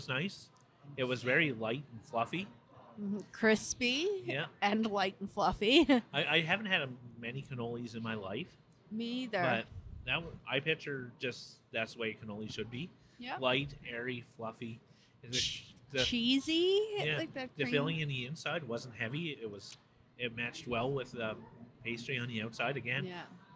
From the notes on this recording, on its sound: This week we are on location at Avenida Food Hall.